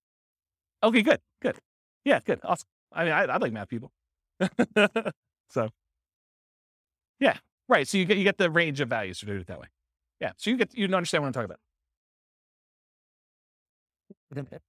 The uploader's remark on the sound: This was a live class recorded.